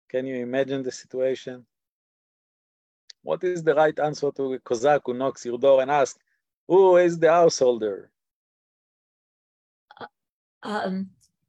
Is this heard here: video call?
yes